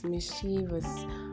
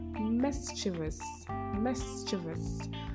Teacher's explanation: The stress is on the first syllable, that is miss. · Shown in: second take